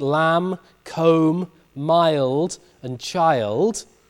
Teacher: Before a nasal or a voiced stop, we know that Old English short vowels lengthen. So in words like lamb, comb, mild, and child, the vowels become lengthened.